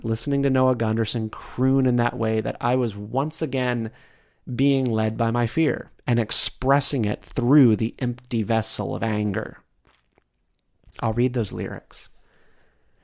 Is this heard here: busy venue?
no